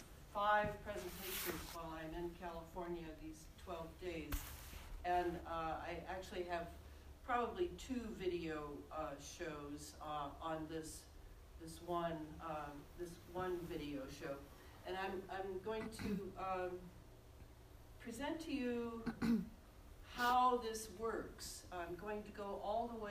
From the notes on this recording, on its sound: This lecture was recorded on February 13, 2020 in Glendale, CA.